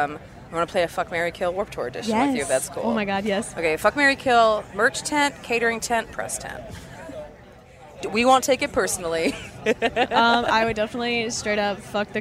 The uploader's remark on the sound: Live from Warped Tour!